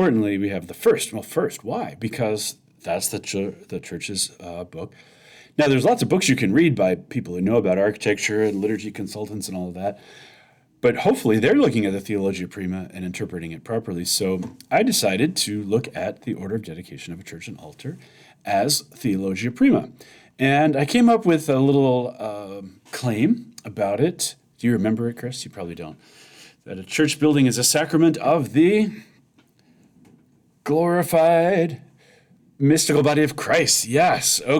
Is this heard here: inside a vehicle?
no